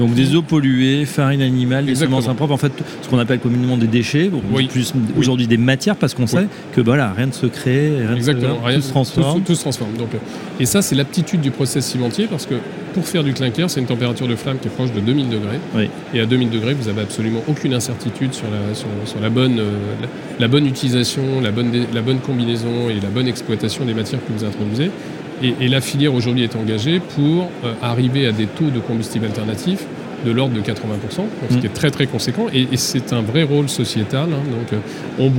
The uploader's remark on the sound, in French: Emission spéciale en direct de Batimat